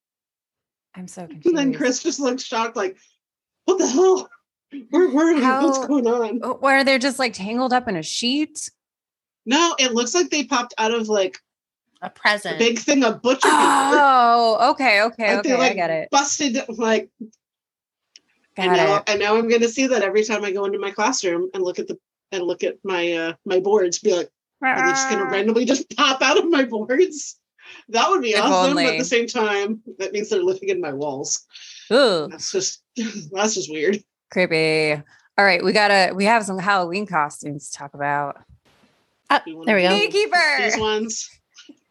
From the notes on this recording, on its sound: to the point we broke Zoom